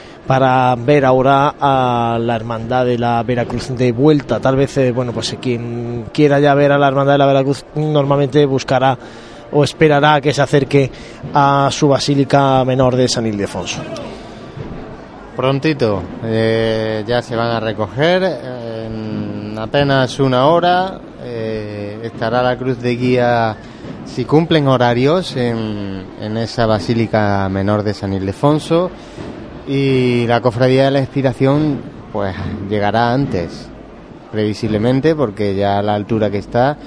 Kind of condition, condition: setting, outdoors